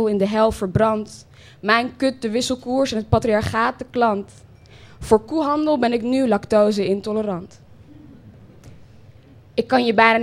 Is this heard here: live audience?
yes